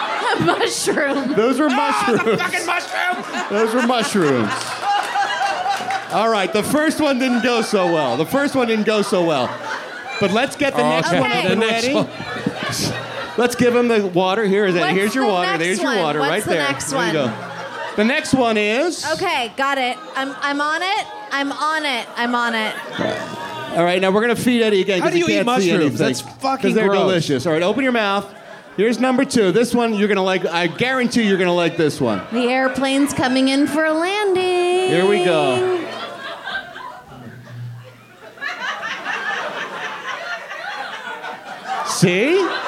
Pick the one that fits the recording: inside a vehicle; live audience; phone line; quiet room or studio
live audience